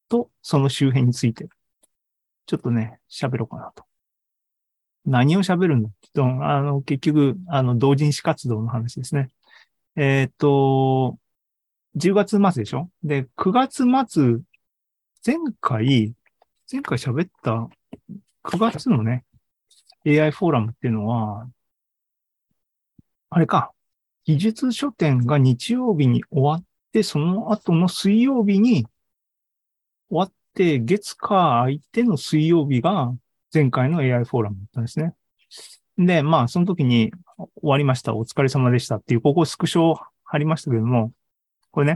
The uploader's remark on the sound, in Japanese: ZOOMライブの模様です